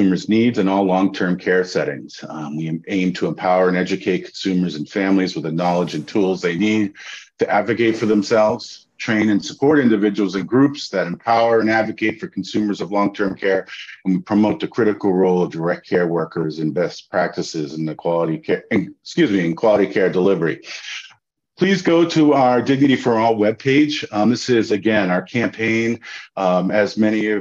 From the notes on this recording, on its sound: We are sharing the audio from Consumer Voice’s webinar.